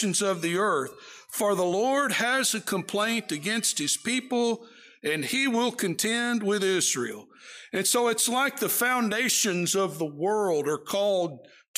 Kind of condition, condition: setting, large echoing room